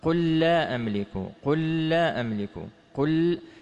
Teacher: مثل مثلا قل لا أملك، قل لا أملك، اللام ها هنا هي نفسها اللام التي التالية، فهما لامان مخرجا وصفة متفقان متماثلان، اللام الأولى ساكنة واللام الثانية ماذا؟ متحركة، فتدغما حرفا واحدا مشددا · Term: إدغام المتماثلين